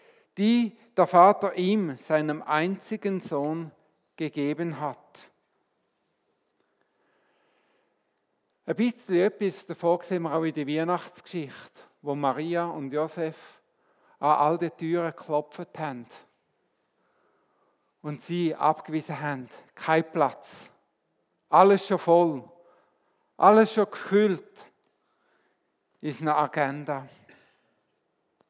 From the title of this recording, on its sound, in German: Weihnachtsgottesdienst